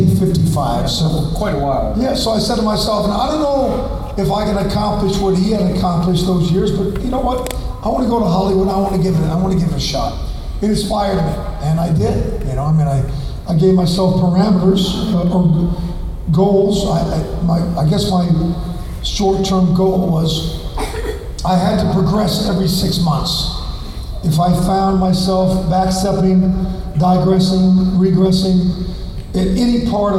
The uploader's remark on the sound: Gulf Coast Fan Fest 2018. They take questions from the audience.